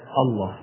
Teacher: حذفت الهمزة وأدغموا اللام في اللام، إن أصلها الإله، فالهمزة الوسطى هذه حذفت وبقت اللام مع اللام فأدغمت اللامين فيبقى الله، بقيت الله.